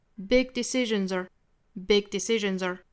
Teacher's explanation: 后面这个 r 虽然也是要做弱读的，但是要里面这个卷舌音读出来